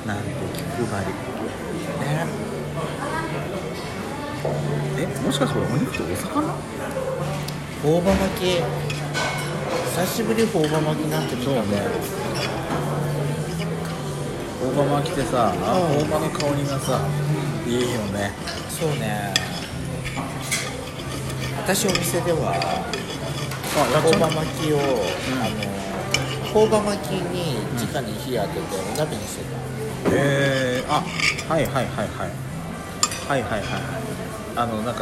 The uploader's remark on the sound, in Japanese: ディナーにて